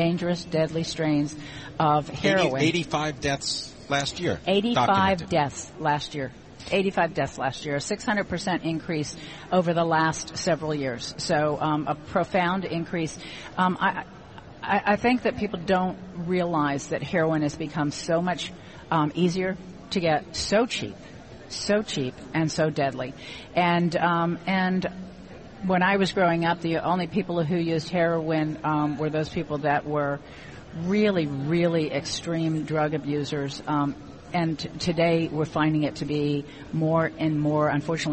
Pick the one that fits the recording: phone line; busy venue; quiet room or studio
busy venue